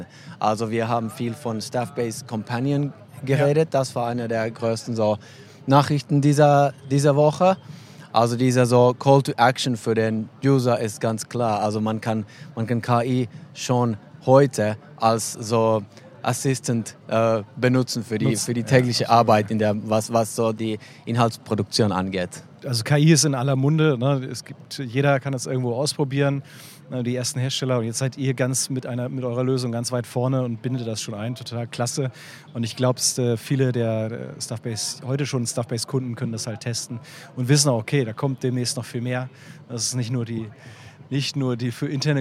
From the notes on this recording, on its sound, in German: Live-Interviews auf der Voices. Live auf der Voices 2023.